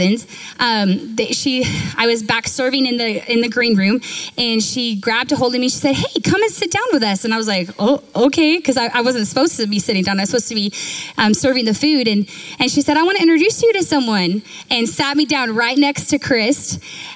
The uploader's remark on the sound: Recorded live at Capital Church in Meridian, Idaho